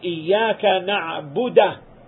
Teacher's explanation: On the other hand, if he recites instead of iyyaka na'budu, he recites it with iyyaka na'buda, having fatha on the ba, iyyaka na'buda.